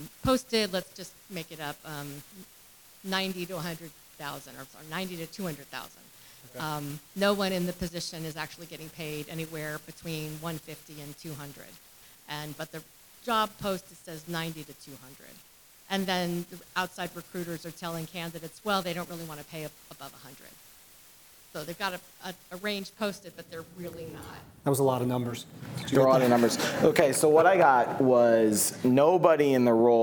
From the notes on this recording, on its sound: Before a live audience at Akerman’s Labor & Employment Summit in Santa Monica, California.